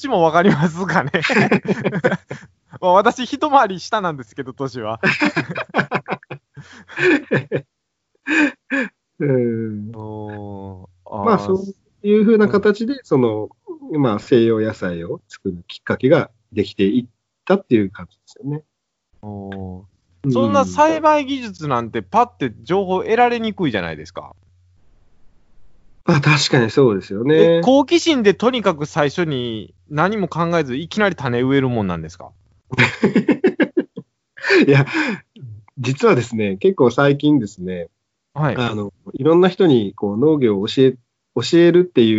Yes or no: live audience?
no